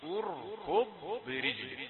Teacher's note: الراء مفخمه والضاد مفخمه لكن الكاف في الوسط مرققه